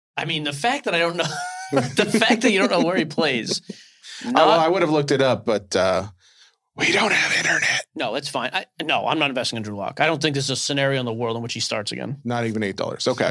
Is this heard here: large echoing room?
no